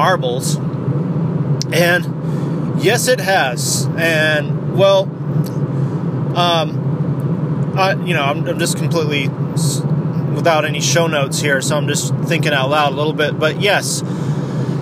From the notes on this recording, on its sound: CHANT IT DOWN RADIO GOES MOBILE IN THIS EPISODE. IS IN THE CAR ON A LOS ANGELES FREEWAY.